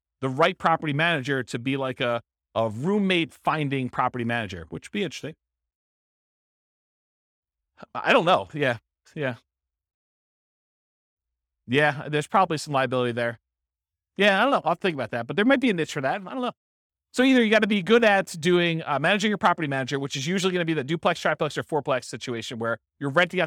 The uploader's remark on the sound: This was a live class recorded